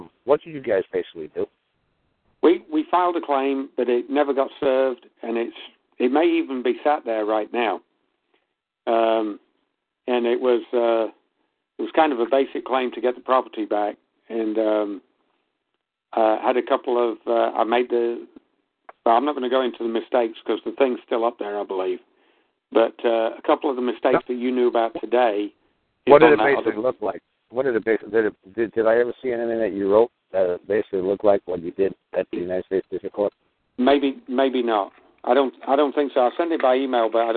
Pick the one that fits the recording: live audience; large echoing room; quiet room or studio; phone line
phone line